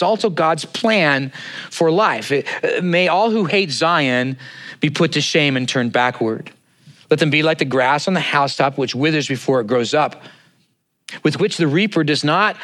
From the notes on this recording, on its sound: at Neighborhoodchurch of Cypress on 08/20/2023